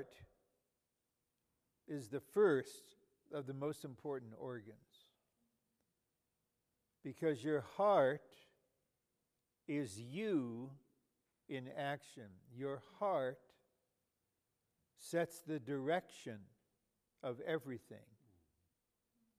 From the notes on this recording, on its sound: in a College Age Q&amp;R on August 18, 2018 in Calgary, Canada